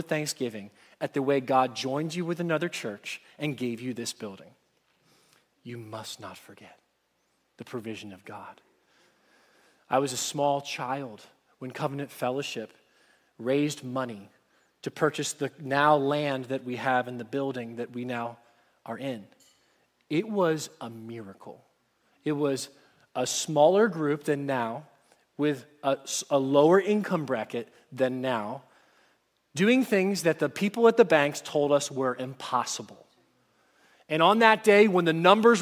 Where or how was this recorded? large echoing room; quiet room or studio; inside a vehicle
large echoing room